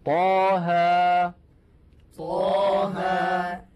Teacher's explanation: إذن طاء بمقدار حركتين لأنه مد طبيعي، وكذلك ها بمقدار حركتين